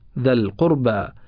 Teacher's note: الذال حرف متحرك وبعده حرفان ساكنان وهما الألف واللام القمرية، فتحذف الألف وتقرأ ذا القربى.